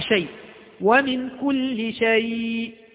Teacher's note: كلمة شيء هذه فيها حرف لين وهو الياء الساكنة وقبلها مفتوح، وقبلها مفتوح حرف لين، وتقف عليها فأنت إذن مع المد، مع مد اللين العارض للسكون.